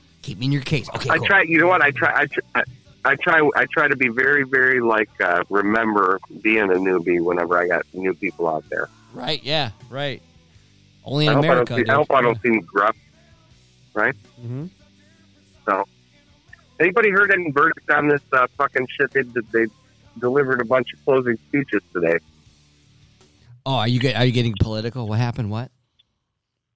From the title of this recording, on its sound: With a dial in (special regular special guest) from up State.